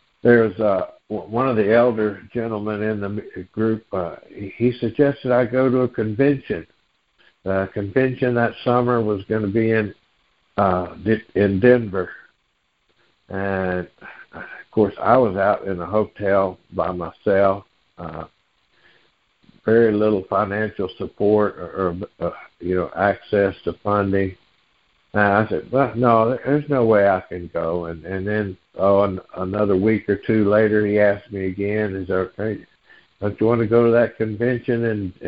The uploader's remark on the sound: Noon Phone Meeting Speaker Series